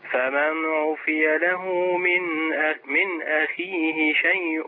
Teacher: من أخيه على طول لأن عندي نون مظهرة